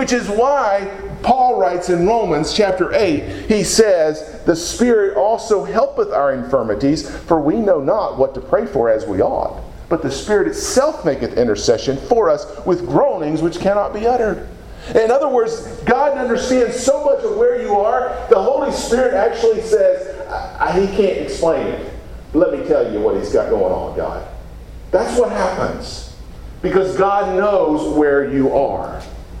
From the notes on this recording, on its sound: Preached at Deep Creek Baptist Church in Burlington, NC, on Sunday morning, June 4, 2017.